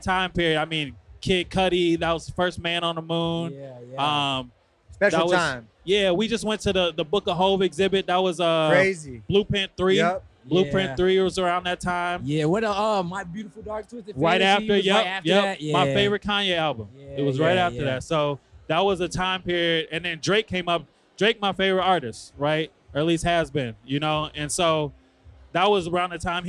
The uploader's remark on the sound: Live from Digilogue Day, this is part two of our marathon live interviews as a part of Digilogue Day’s Music Discovery Media Hub.